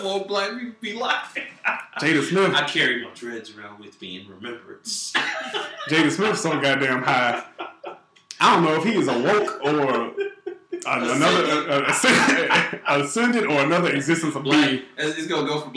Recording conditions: poor sound quality